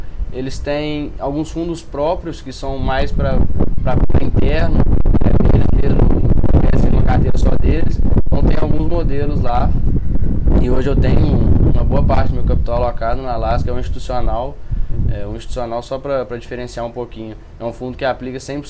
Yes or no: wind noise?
yes